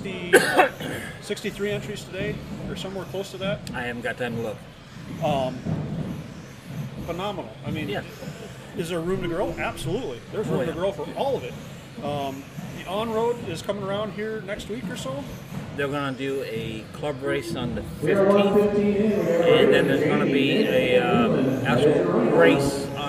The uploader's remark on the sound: Live from Island Speedway